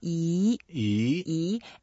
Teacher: That's a second tone, so we can make it like slightly higher.